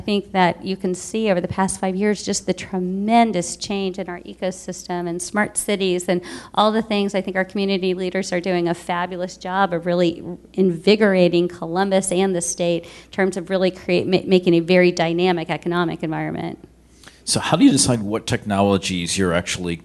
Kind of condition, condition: setting, live audience